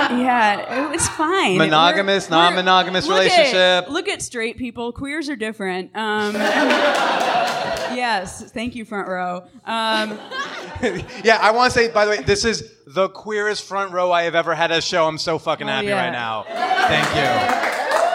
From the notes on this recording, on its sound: LIVE from Chicago. Recorded at North Bar on June 28, 2019.